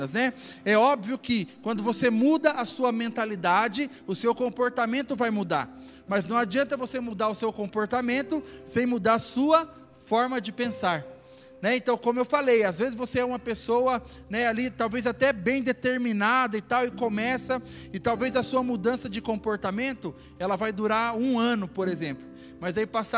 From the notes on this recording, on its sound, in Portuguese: Áudio do Culto de Domingo do dia 31/07/2022.